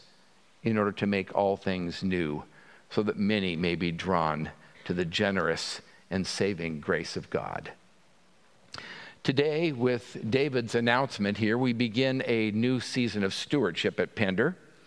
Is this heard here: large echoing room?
yes